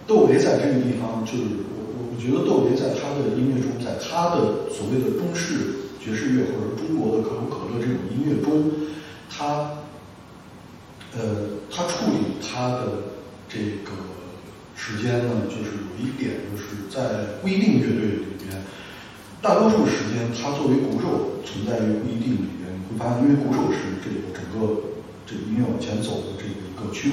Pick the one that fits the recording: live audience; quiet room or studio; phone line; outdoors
live audience